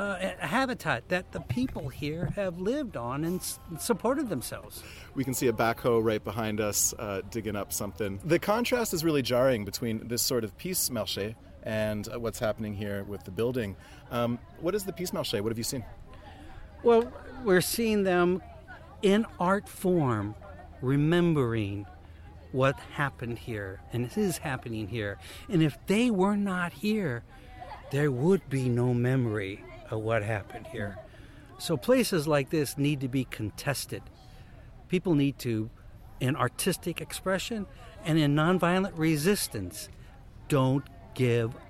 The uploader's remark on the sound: Anti-naval base protest in Gangjeong Village. Live music from Gangjeong's Peace Market held last June outside the base construction site.